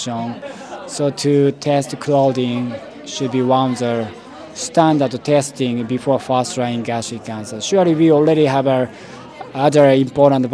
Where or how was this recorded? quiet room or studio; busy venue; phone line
busy venue